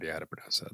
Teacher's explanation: the sound you're making at the end is a glottal stop